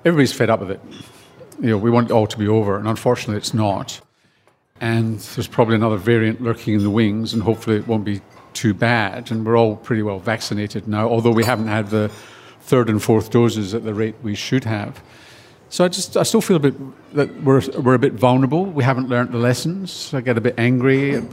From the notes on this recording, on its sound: Over lunch at Montalto Winery. This event was recorded on Thursday 29 September 2022 at Montalto.